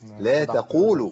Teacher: عرفنا إن القاف المضمومة لا تبدل بكاف مضمومة